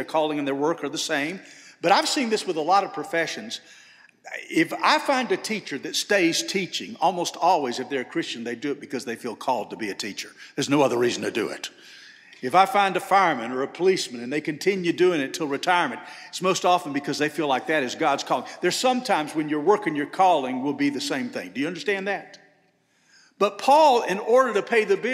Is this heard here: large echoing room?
yes